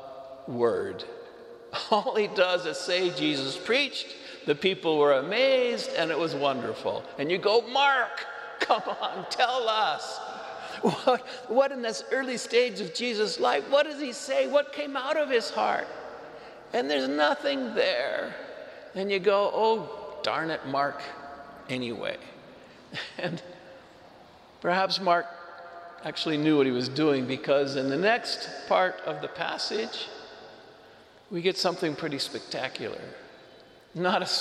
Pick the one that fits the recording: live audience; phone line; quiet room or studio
live audience